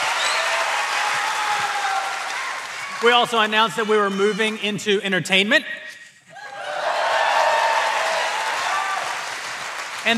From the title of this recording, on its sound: Daily Wire Backstage: Live at the Ryman